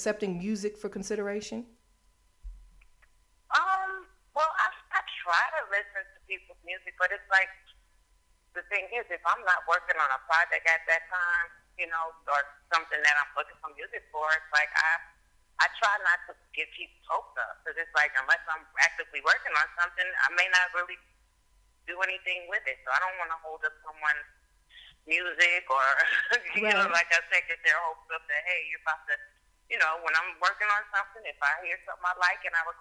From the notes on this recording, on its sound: chats on the phone